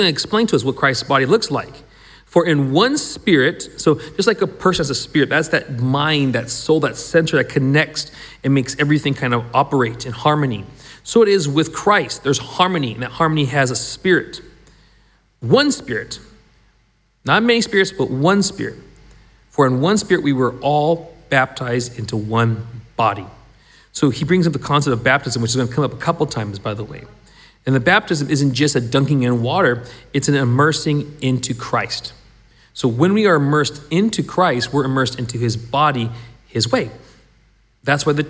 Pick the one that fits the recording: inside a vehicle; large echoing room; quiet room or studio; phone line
large echoing room